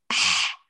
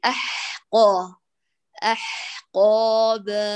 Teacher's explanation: أي ليس أح أح، لا تمططي، ثم لا تأتي باحتكاك في الحاء شديد مبالغ في أح، لا هاتي بحة فقط · Shown in: second take